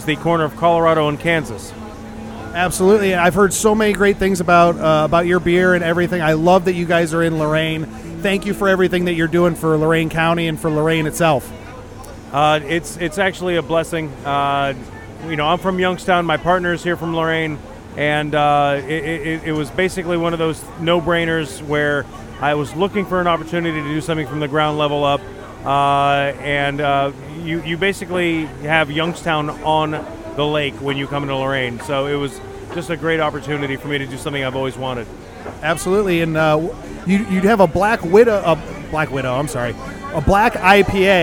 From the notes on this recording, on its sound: In this special edition episode, I report live from the Brewfest Waterfront District Brews Cruise.